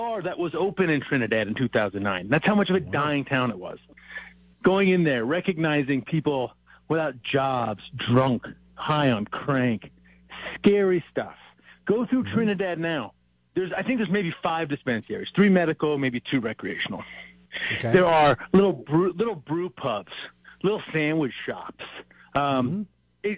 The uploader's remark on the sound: Takes your phone calls on the topic.